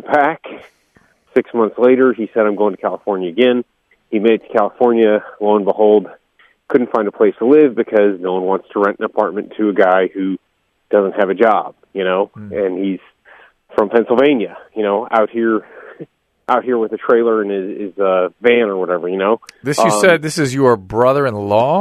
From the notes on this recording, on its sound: going straight to the phones and speaking to a variety of callers